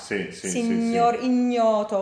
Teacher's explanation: It's also a matter of not saying as an N followed by a J glide, but actually saying it with the big flat part of your tongue up against the roof of your mouth. · IPA: ɲ